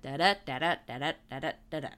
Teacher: it's unstressed syllable followed by stressed syllable · Term: iambic pentameter